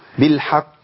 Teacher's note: ما اجيبش ألف بين الحاء وبين القاف المشددة الموقوف عليها